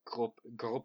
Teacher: you kind of got like a little glottal feeling to your R's · Term: harder R sound